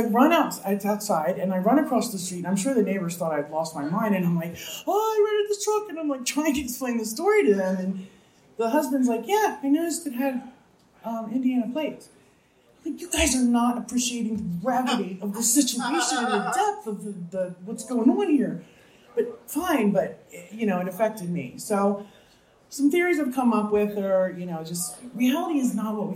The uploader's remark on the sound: From San Francisco. Even if there is a little bit of crowd noise in the background (hey, when you book a tour 2-3 weeks out, it happens).